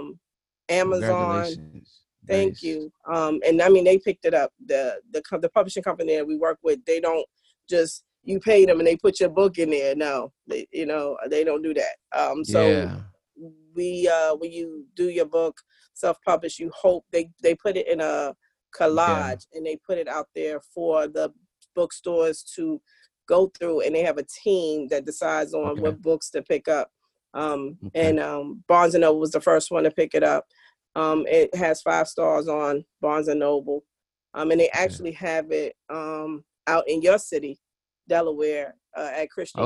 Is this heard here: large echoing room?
no